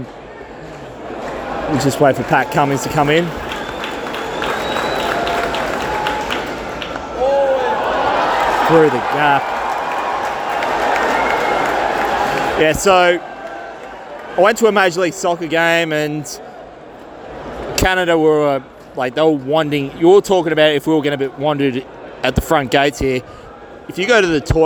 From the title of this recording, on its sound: ON LOCATION AT THE GABBA IN BRISBANE